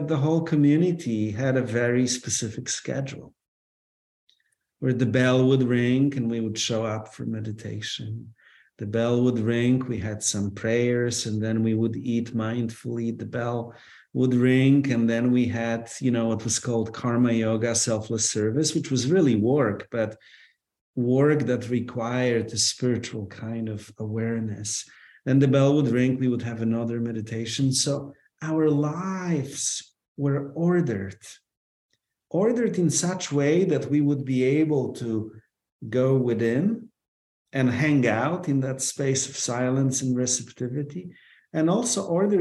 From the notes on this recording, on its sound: This episode we share the audio of that free preview webinar conversation.